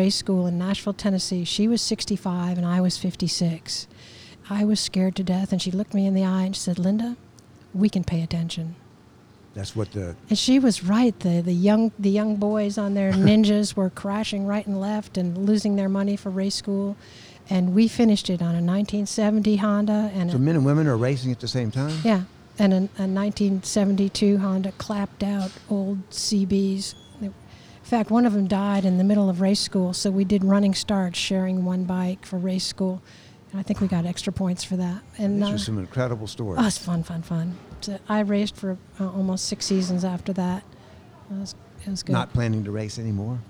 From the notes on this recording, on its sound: This episode was recorded at Sanctuary Brewing Company in Hendersonville, North Carolina.